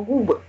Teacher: И у меня губы в трубочку вытягиваются уже на «г». · Term: огубленный